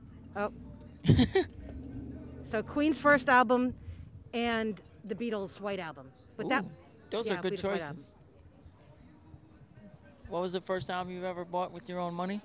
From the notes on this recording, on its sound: We attended an outdoor show at the Brighton Bar in Long Branch, NJ. Afterwards, we had a chat with them.